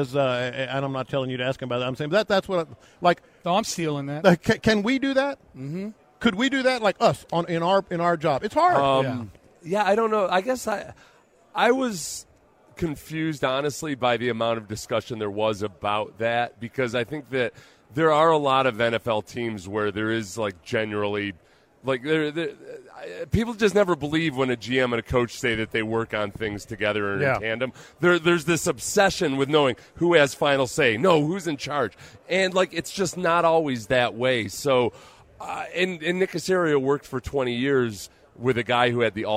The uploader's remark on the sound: Live from Radio Row